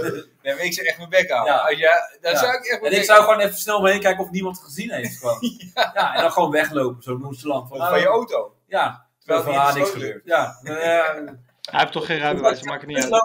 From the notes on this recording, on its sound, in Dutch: De geluidsinstellingen waren niet zoals ze hadden moeten zijn.